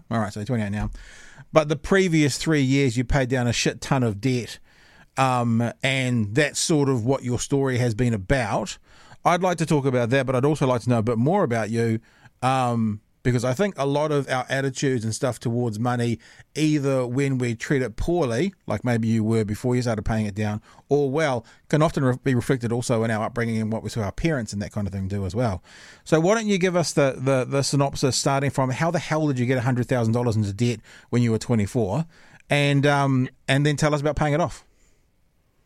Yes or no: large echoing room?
no